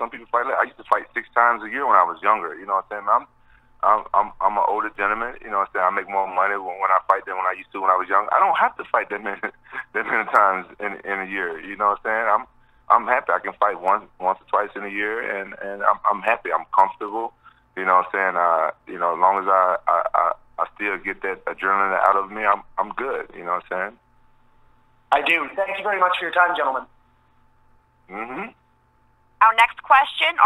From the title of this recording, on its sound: Media Conference Call